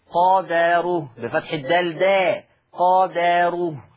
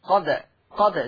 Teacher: عندنا في الآية 236 عندنا كلمة قادره، قادره لحفص عن عاصم تقرأ بفتح الدال، قادا قادا قادره بفتح الدال. أما ورش عن نافع فيقرأ بسكون الدال، ويترتب على سكون الدال القلقلة · Shown in: second take